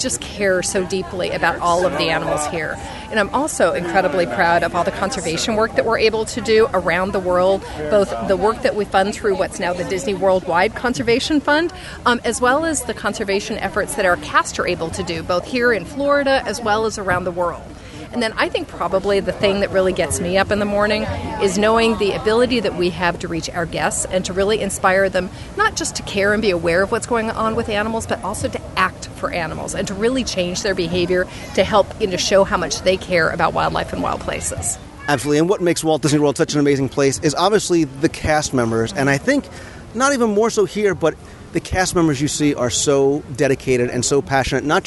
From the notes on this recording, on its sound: I spent a number of days last week in Walt Disney World covering Disney’s Animal Kingdom’s 10th Anniversary, and as promised, I brought back some wonderful audio from the event. A live recording of the opening rededication ceremonies. The Wild Decade fan gathering.